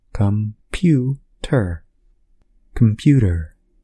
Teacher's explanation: the stress is on the middle part of the word, pew.